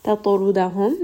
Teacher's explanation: Ta also has qalqala. It is part of qutub jad, so I'm going to give it a little bit of bounce and make this heavy. Ra in this case is heavy as well because it has a dhamma.